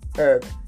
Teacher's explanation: But for American English, the H in herb is often silent, if not always. · Term: silent letter H